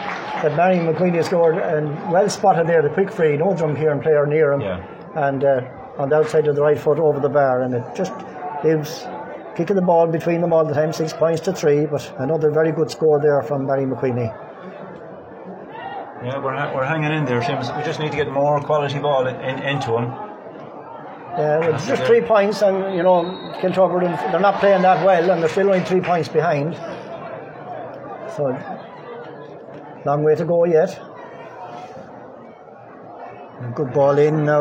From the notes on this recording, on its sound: Live commentary of first half.